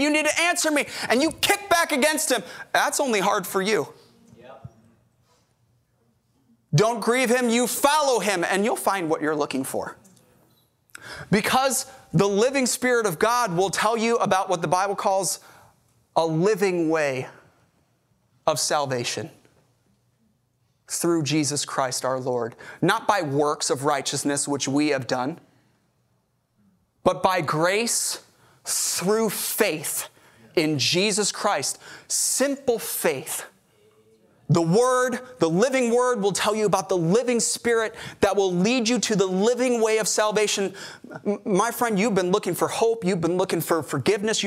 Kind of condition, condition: setting, large echoing room